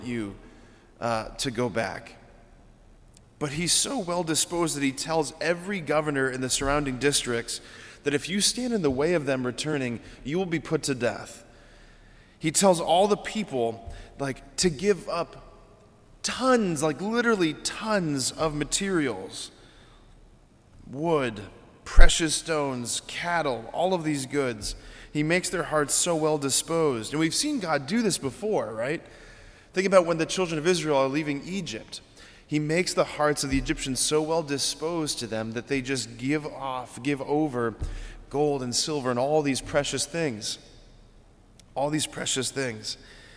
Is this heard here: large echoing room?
yes